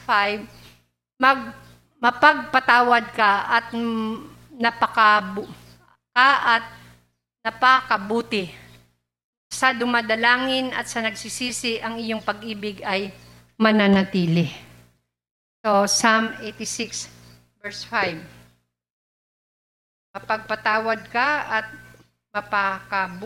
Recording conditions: large echoing room